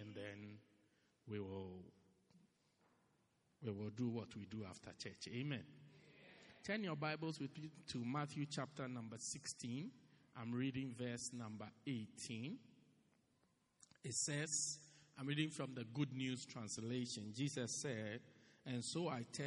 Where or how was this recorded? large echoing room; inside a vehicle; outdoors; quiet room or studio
large echoing room